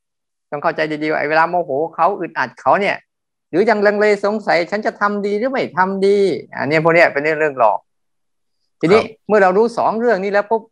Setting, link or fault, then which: link, video call